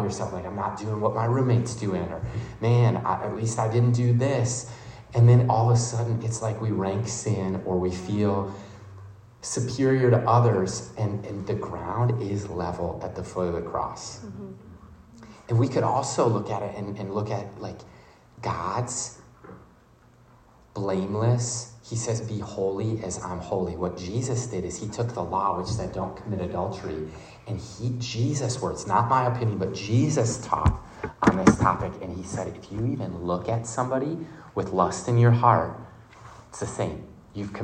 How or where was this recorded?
live audience